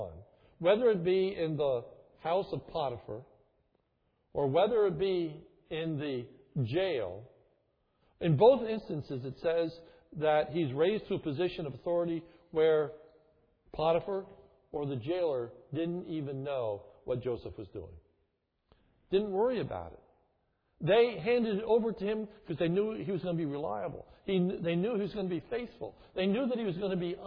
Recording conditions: large echoing room